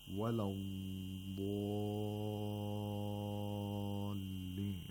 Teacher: we hold the ضاد a little longer, we stretch it · Term: letter of rakhawa